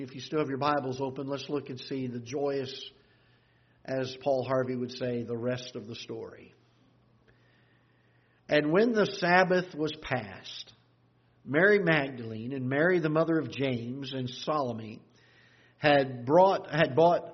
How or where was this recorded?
large echoing room